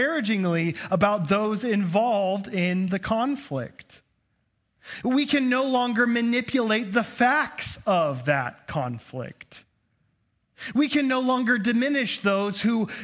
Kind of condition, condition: setting, large echoing room